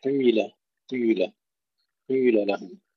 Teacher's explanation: كلمة قيل أينما جاءت فيها الإشمام، إشمام الكسر الضم، بدل قيل تصبح قيل، قيل، قيل لهم.